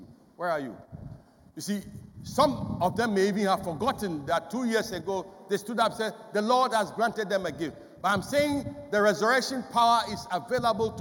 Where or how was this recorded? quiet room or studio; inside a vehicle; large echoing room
large echoing room